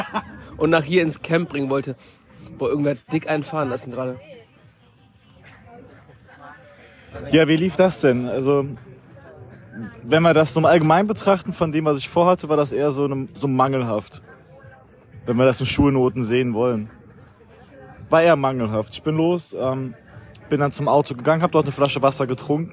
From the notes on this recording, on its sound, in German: Live vom Jera On-Air Festival. Am letzten Tag des Jera On-Air Festival geben wir euch ein kleines, mit dem Handy produziertes Update.